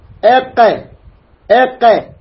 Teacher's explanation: أقصى اللسان، أقصى اللسان، إذن القاف أقصى اللسان، وهو ما يحاذيه من الفك الأعلى. أقصى اللسان أي أبعد اللسان، هذا أبعدها القاف